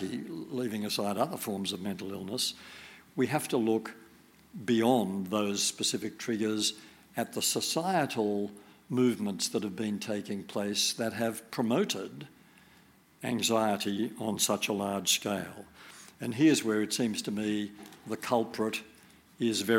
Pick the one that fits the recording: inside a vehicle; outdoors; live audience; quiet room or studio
live audience